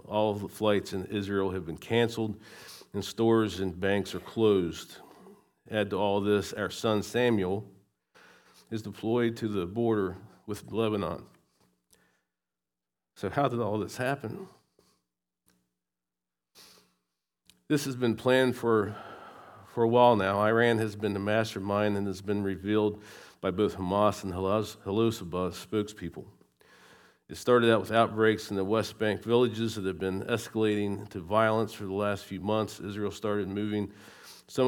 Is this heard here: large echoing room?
yes